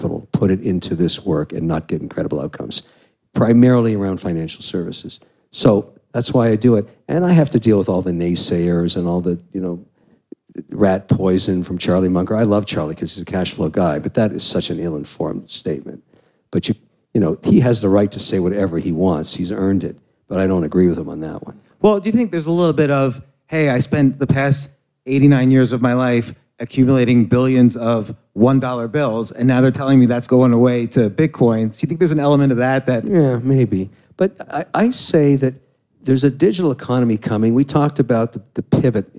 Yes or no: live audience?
yes